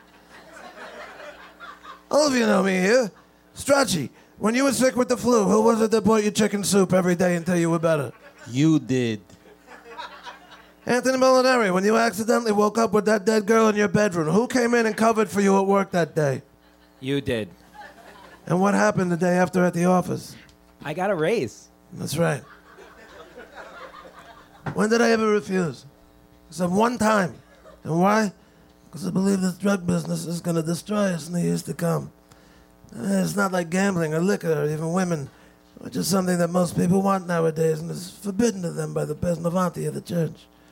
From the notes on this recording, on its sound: This is the full live recording. Taped in front of a live audience at the Village Underground in the West Village.